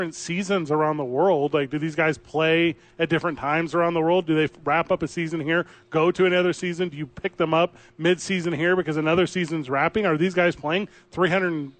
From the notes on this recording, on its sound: live from the ABQ DUKES Store!